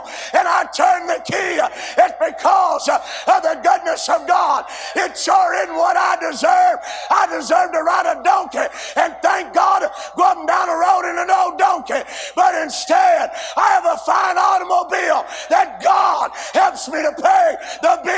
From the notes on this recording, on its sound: A sermon preached Monday Afternoon during our Spring Jubilee, on March 27, 2023.